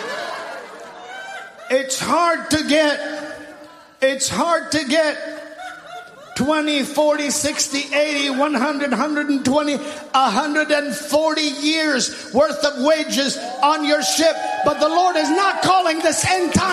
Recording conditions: large echoing room